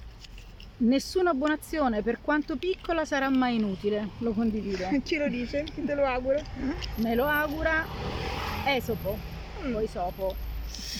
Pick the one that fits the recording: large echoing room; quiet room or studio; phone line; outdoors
outdoors